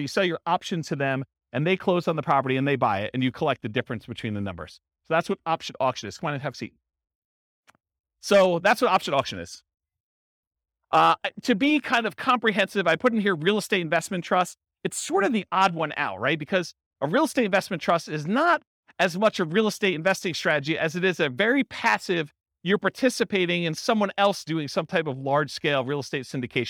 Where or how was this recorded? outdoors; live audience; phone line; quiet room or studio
live audience